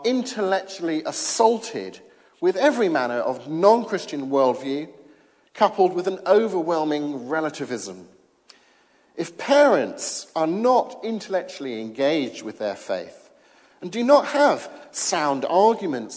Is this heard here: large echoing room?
yes